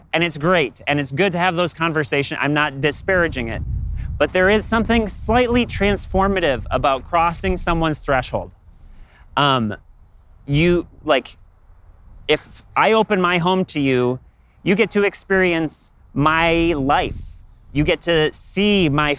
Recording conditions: outdoors